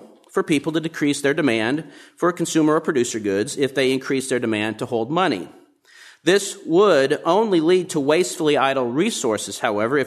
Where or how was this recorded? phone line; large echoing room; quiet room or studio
large echoing room